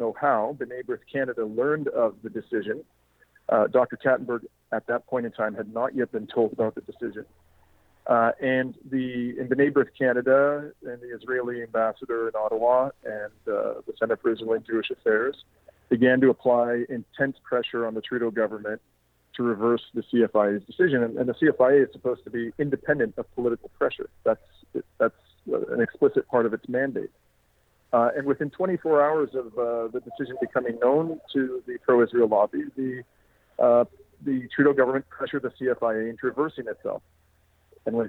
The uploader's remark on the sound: joined me on the phone to explain more